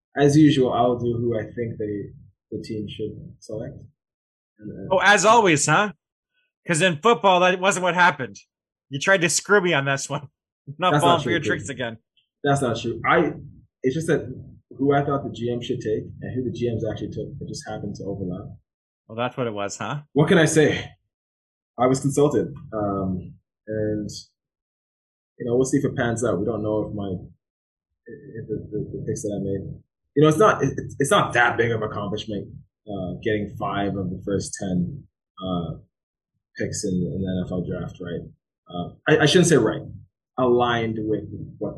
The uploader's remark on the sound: We apologize if the sound quality is a bit off on this show. Its a heat wave and we unknowingly had an air conditioner on.